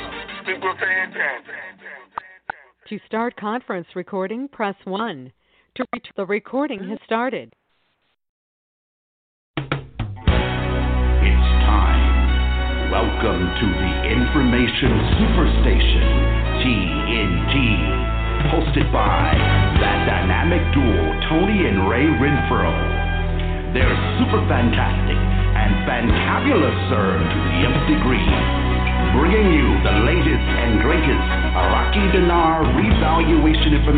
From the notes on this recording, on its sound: Conference Call